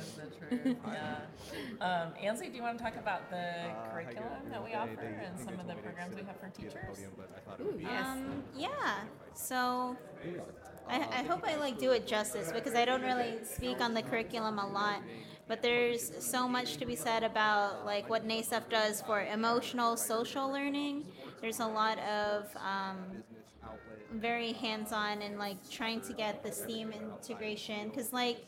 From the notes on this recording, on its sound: hosted LIVE from the EsportsNext 2023 conference